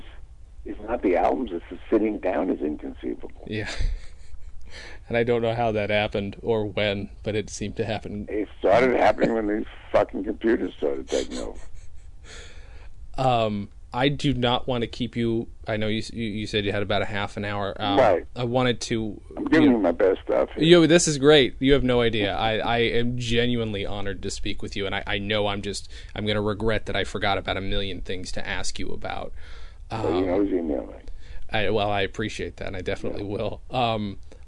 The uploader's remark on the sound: By phone from New York. Comedy on Vinyl is recorded at Fort Awesome Studios in beautiful downtown Burbank.